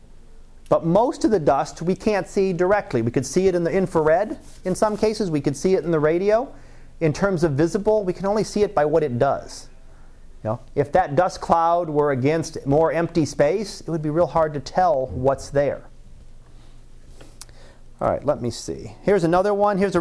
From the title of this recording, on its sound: Live Class Lecture